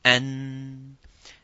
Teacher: the tip of the tongue touching the gums behind the top teeth, the incisors, by saying an, that's the mechanism of the tongue by touching the back of the incisors and producing the result of the letter of the noon.